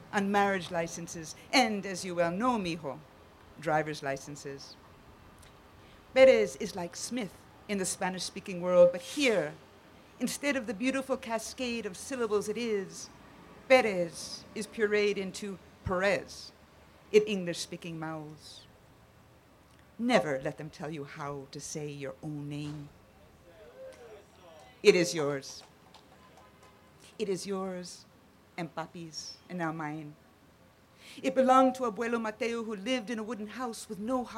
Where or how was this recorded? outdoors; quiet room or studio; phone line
outdoors